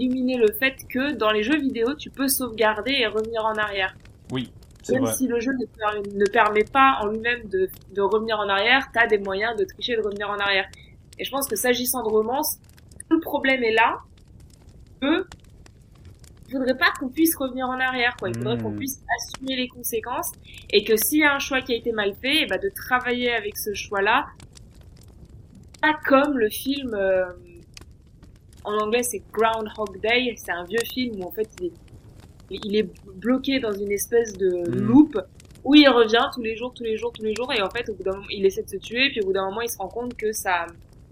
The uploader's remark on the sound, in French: La qualité du son sera peut-être inferieur a celle des épisodes précédents, toutes nos excuses pour la gêne occasionnée.